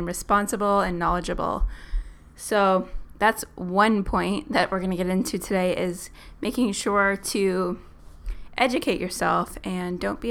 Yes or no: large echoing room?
no